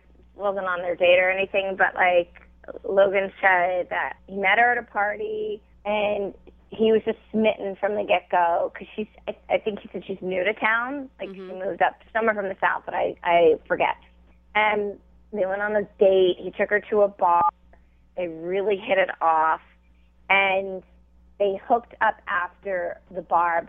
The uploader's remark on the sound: just wait until we get the other girl on the phone